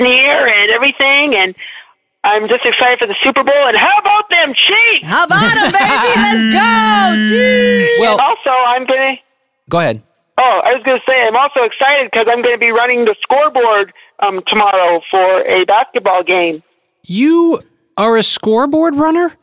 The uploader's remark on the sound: Taking phone calls. Talking football (sort of) on the street.